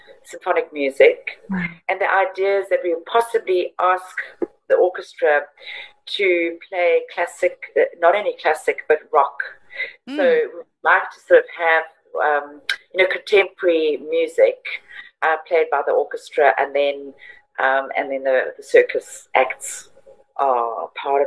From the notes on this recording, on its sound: I got on a Zoom.